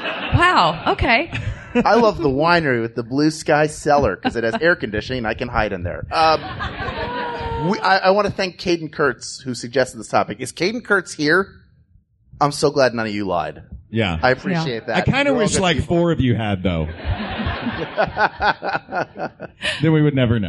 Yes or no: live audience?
yes